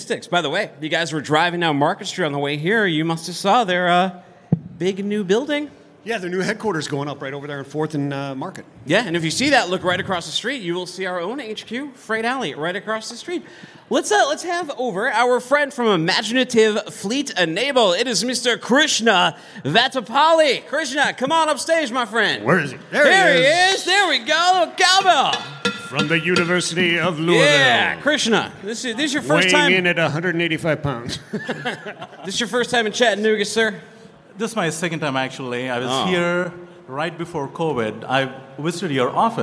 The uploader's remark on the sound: Live from day 1 at F3.